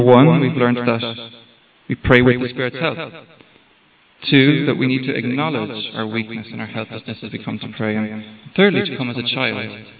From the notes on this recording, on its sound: Note - audio recording has a significant echo.